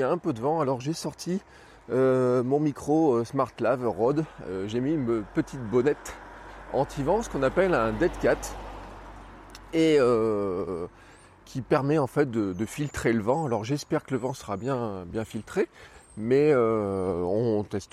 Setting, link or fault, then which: setting, outdoors